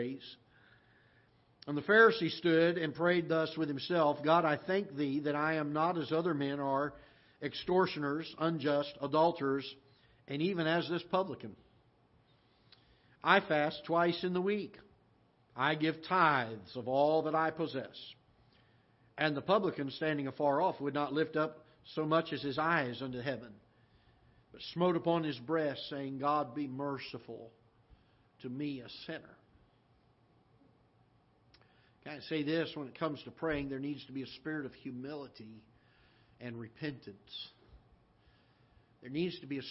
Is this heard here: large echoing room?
yes